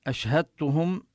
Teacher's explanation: وفي أشهدتهم نبين حرف الشين له صفة الهمس وصفة التفشي، ينتشر يعني الصوت في الفم، أشهدتهم، وهنا الدال لا تقلقل لأنها مدغمة بالتاء، وضعوا الشدة على التاء وهذا يقال له إدغام المتجانسين، لأن الدال والتاء من نفس المخرج.